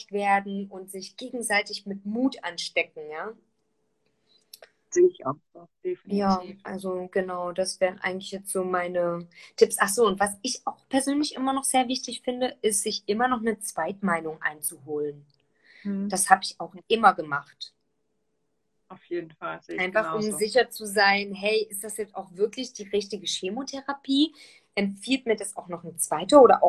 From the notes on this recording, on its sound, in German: die ich auf live auf Instagram geführt habe